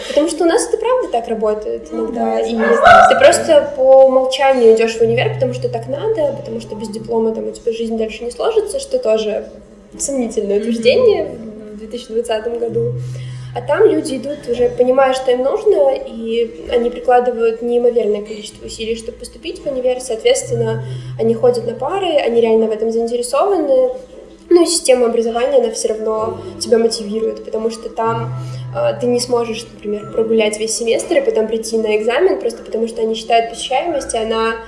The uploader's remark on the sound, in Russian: Кофейня Характер (спасибо им за локацию!) слишком прекрасна и помимо нас там были еще посетители. Именно по этой причине звук не идеален.